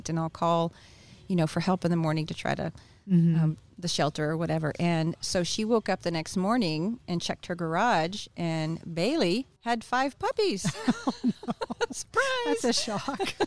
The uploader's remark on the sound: Recorded at Wheelers Western Outfitters